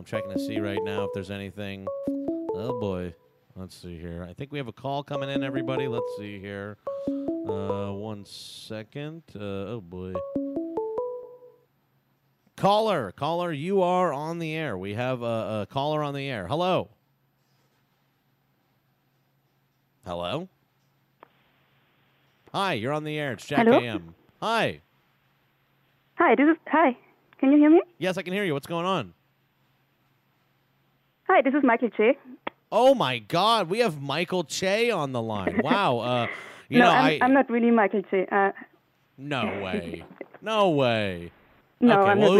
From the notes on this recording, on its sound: We’re also joined on the phone by the hosts of the Berlin-based podcast, Corner Späti. Episode originally aired live.